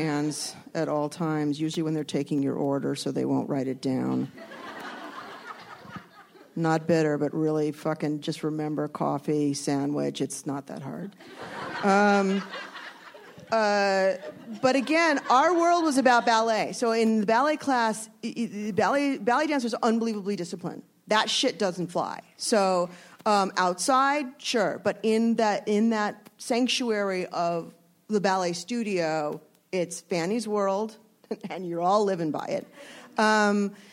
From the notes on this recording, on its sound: Panels from ATX Television Festival. At ATX.